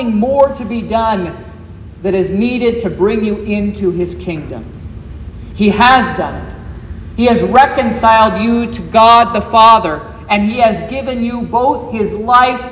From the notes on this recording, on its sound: This is the sermon preached at Trinity Lutheran Church in Vallonia, Indiana, on Good Friday, April 7th, 2023.